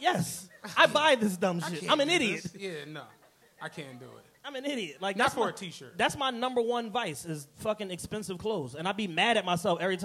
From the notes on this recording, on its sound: returned to the venue of their first live show Punchline Philly to celebrate with some members of #TRPENATION!